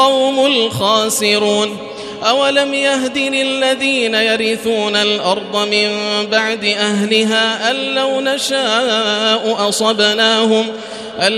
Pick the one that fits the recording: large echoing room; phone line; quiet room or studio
large echoing room